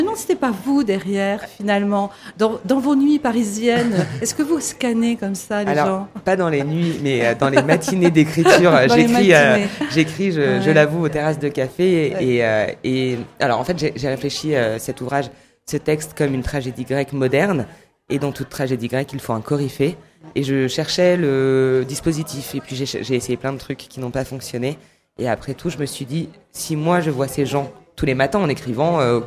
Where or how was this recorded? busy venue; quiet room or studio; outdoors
busy venue